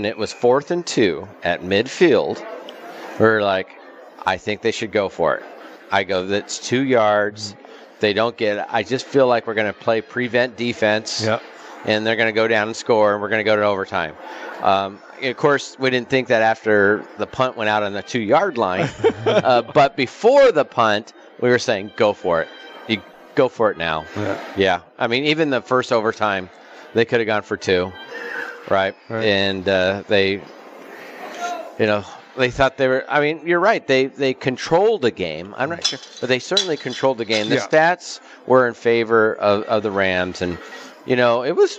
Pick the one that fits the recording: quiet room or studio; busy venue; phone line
busy venue